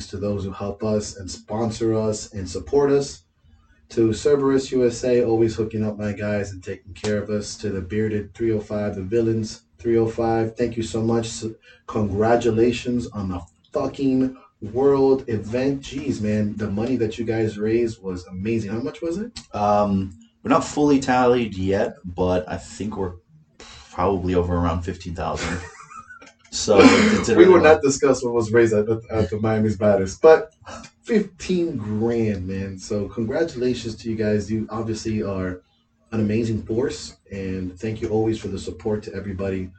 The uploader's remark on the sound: We apologize for the sound quality; we have figured out the problem so this shouldn't happen again.